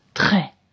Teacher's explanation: It's a R which comes from the back of my throat.